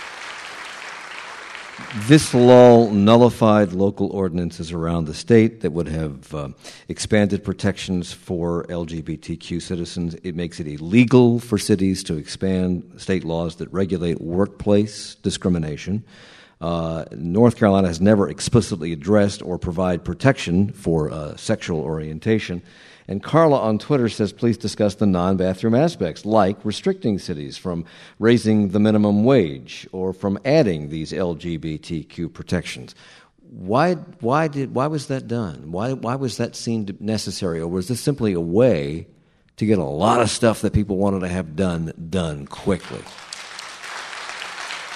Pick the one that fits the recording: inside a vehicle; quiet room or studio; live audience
live audience